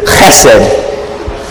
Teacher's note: there's a sound that is like a, they call it a guttural H, which means that you use like your throat. And it's almost like if you're clearing your throat.